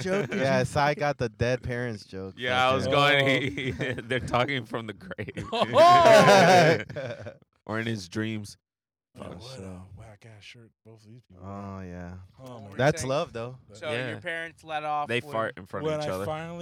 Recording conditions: inside a vehicle